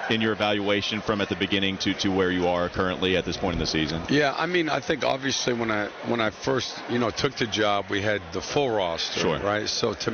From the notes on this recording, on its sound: live from Spectrum Center during today's cornucopia event